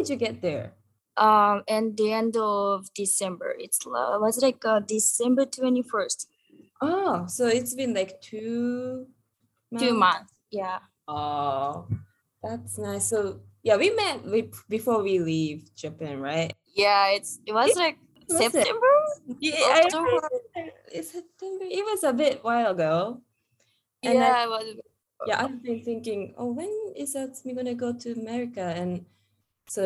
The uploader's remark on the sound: This episode was recorded through Zoom. The sound quality is not good.